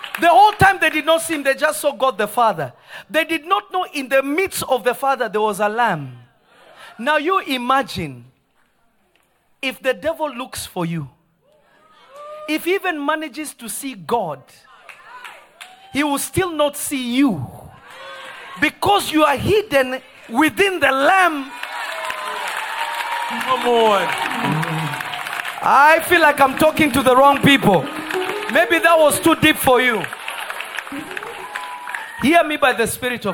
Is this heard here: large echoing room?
yes